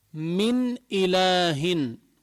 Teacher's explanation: ألفظ من غير غنة، من غير ما أقلب النون الساكنة، من غير ما أخفيها · Term: إظهار